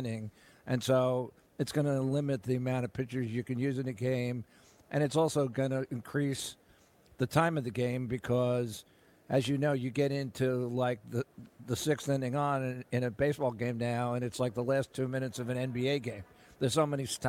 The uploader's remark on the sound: LIVE FROM THE MLB WINTER MEETINGS